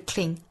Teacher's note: 不要读成 cling,应该是 cling, 爆破音 k 和后面的 ling 组合在一起是一个音节